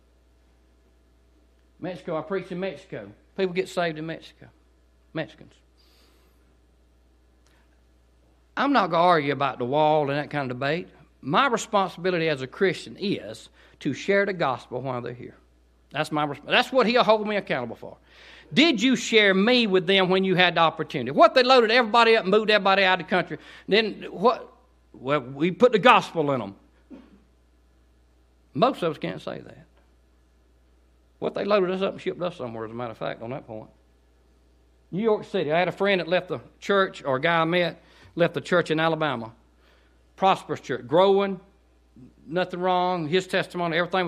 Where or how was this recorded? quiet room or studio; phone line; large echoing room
large echoing room